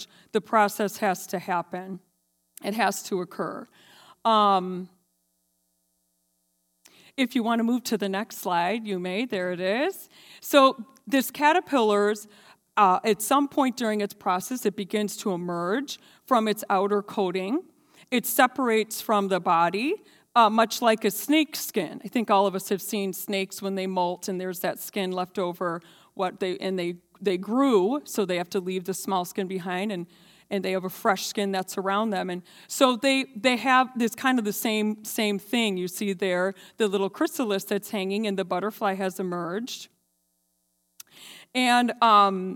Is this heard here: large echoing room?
yes